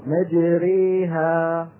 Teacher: هنا في ألفين وراء بعض الألف تبع مجري والألف تبع ها الألف تبع ها ألف محضة بينما الألف تبع مجري ألف ممالة إمالة كبرى